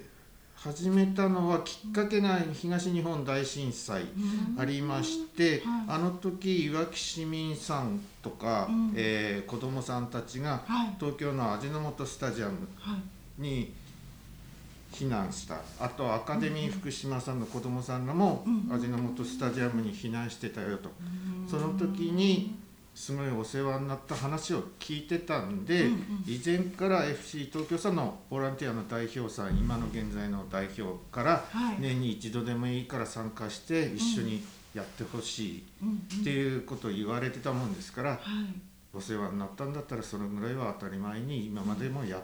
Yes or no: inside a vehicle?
no